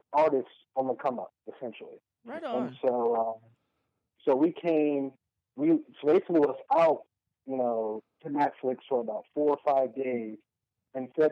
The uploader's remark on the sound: On the phone